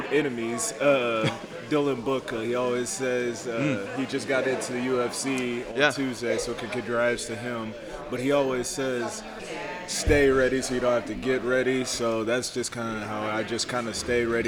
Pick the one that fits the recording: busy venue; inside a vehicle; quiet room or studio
busy venue